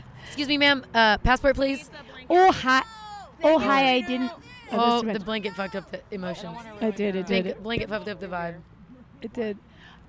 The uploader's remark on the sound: Recorded on a rooftop in Los Angeles.